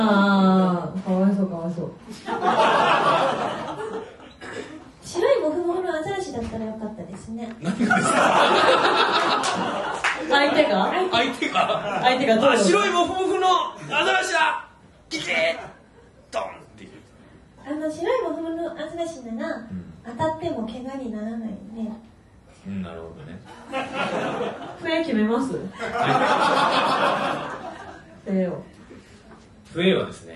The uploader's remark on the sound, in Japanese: 今週は11/22に行われた公開録音の模様、前半戦をお届け！